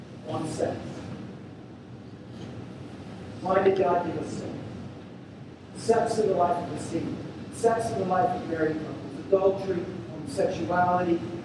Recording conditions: poor sound quality